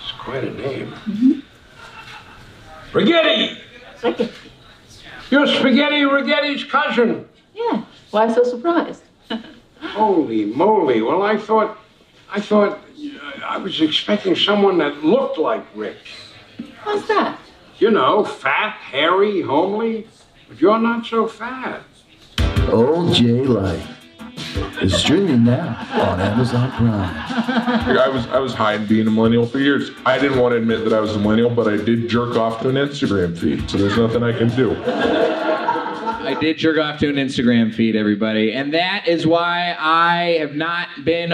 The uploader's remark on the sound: Recorded live at Alamo Drafthouse DTLA.